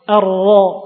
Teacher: menebalkan dengan mengangkat lidah, bukan memajukan mulut